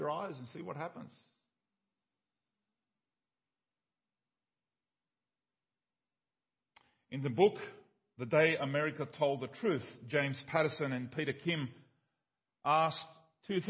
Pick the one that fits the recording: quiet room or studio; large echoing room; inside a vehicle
large echoing room